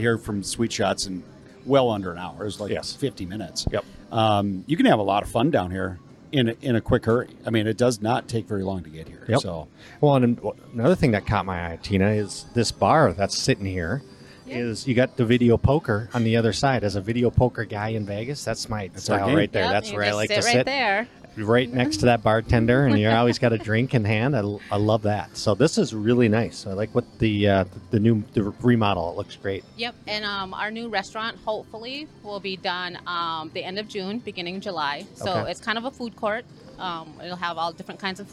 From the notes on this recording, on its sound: We broadcast live from the Dakota Magic Hotel & Casino in the Dakota Nation Sports Book.